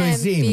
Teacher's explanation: la seconda vocale è aperta · Term: seconda vocale aperta